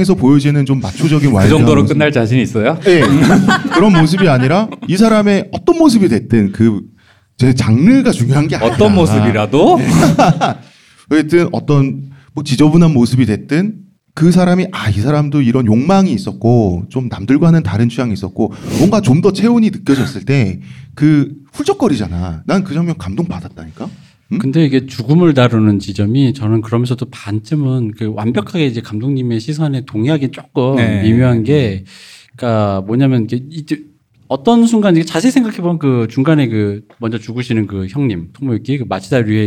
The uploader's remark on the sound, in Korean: 공개방송